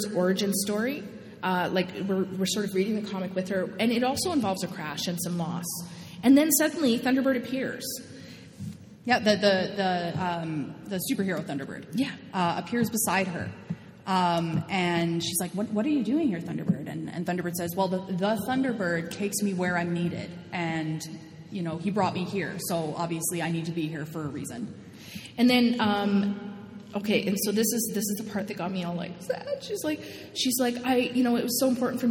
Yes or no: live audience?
yes